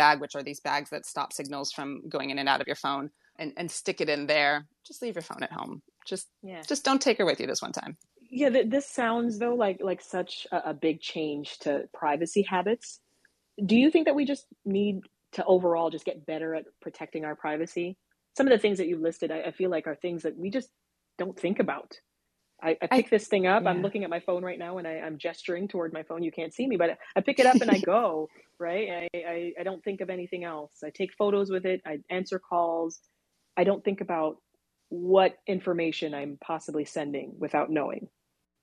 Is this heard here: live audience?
no